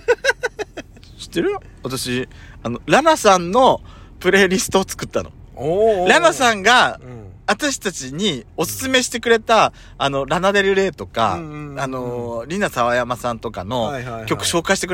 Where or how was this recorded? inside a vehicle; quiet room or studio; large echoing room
inside a vehicle